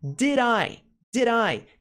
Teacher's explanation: Tem essa dica de pronúncia aí, juntar o did com o I.